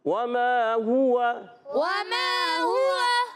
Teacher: جائے ہوا کیا آواز آئے گی ہوا تو اب یہاں پر ہا پر پیش ہے واؤ پر زبر ہے ہونٹ دونوں میں گول ہو جائیں گے · Term: ہونٹ گول